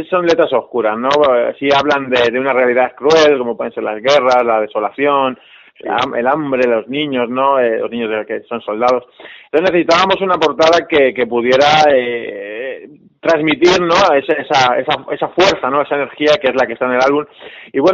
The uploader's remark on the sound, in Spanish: Entrevista telefónica